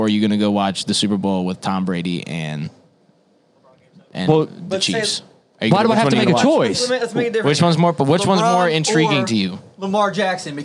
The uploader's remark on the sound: Studio Audience